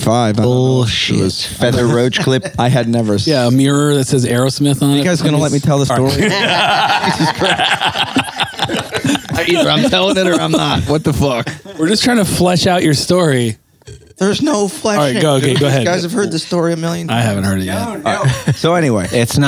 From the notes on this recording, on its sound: This episode was recorded backstage at the Vinyl Music Hall in Pensacola Florida. Great night, great show and some great conversation afterwards.